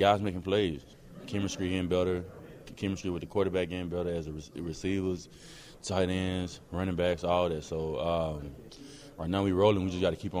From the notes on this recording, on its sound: Audio and observations from the locker room after the Packers game.